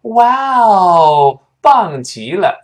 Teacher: 好事呢，就声调往上扬一点